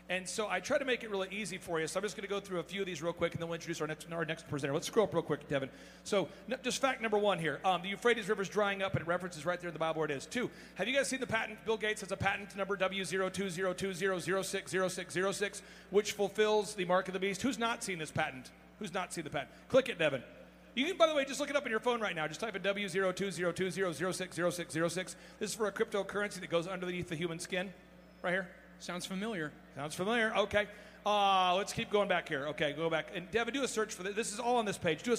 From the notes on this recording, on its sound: ReAwaken America Tour Special. Here is the segment that I had on stage with him and a cool montage of all the amazing people I met and experience I had in las Vegas at the Reawaken America Tour!